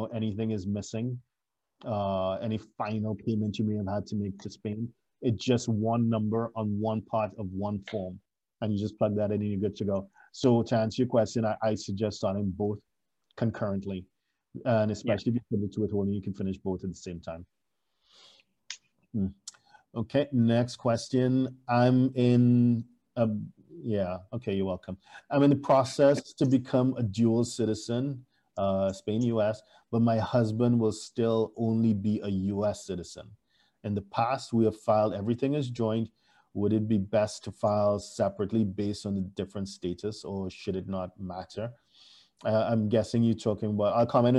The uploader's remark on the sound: For those joining us on Zoom.